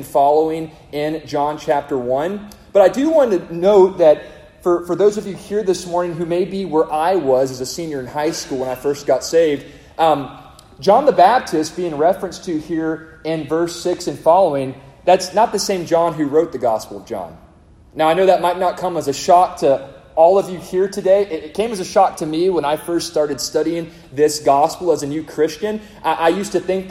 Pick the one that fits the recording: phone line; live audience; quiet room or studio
live audience